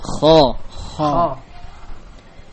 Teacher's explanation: Suara kita rasakan terarah ke langit-langit, tidak seperti huruf-huruf sebelumnya.